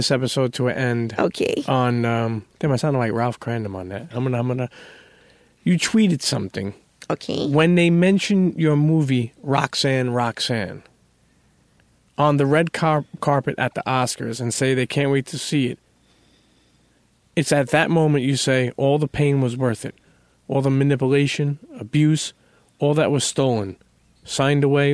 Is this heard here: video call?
no